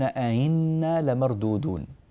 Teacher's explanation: معنى مسهلة بين بين يعني نأتي بالهمزة من غير ضغط على الحنجرة، من غير نطق لها بشكل محقق، وإنما همزة مخففة على الحلق